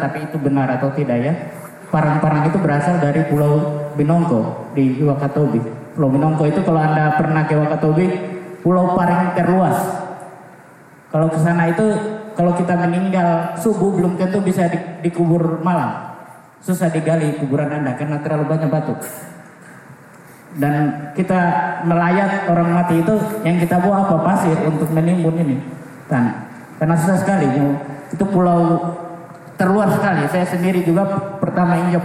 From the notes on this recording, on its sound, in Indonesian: kami menyajikan rekaman dari Simposium Makassar Biennale 2019 di hari pertama yang berlangsung pada 1 September 2019 di Ruang Teater Gedung Kesenian Sulsel Societeit de Harmonie